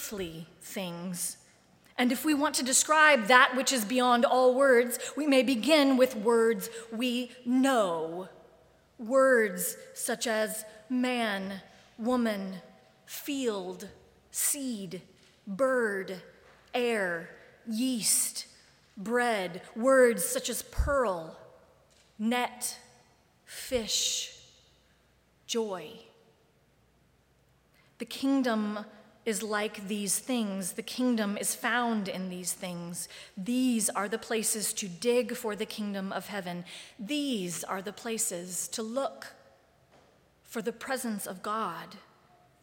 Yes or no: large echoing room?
yes